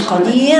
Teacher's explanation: ما دام الراء ساكنه وقبلها ياء تبقى رقيقه